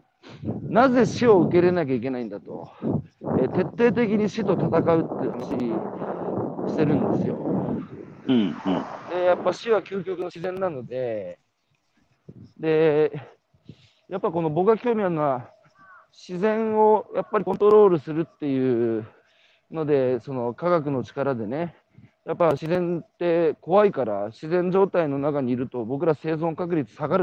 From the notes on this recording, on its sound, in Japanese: 歩きながら1時間、対談する